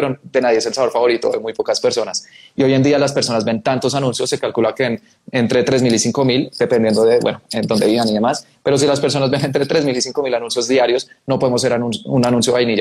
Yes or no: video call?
yes